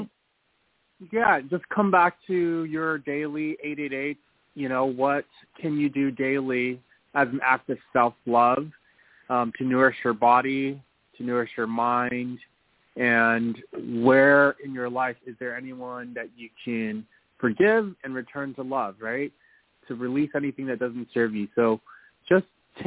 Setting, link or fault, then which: link, phone line